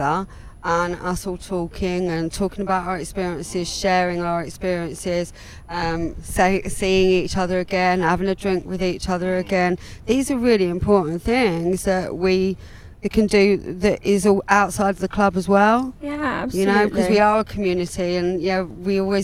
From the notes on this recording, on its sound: Jump in the Audiomango studio van for a chat at Brighton Music Conference. Recorded live for istreem.tv.